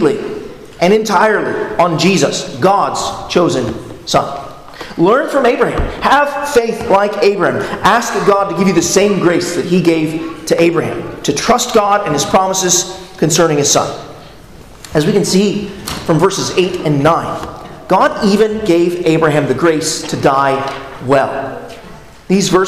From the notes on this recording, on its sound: at Arlington Baptist Church in Arlington, Virginia